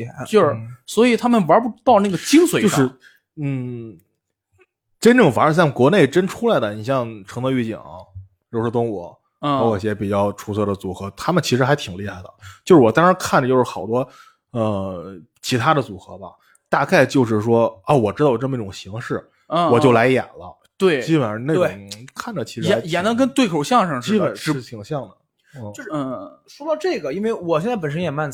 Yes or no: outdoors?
no